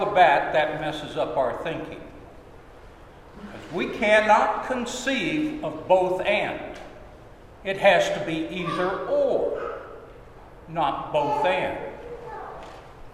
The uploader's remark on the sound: Sermon at Holy Trinity Anglican Church